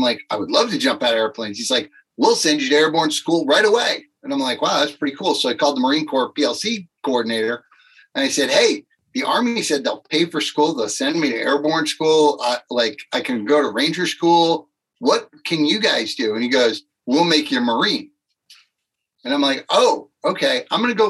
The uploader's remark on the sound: Zoom to Zoom